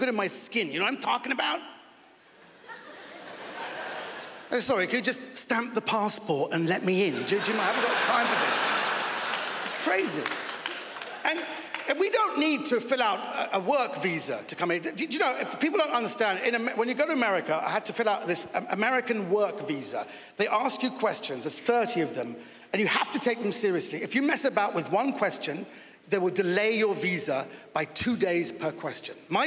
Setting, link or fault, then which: setting, live audience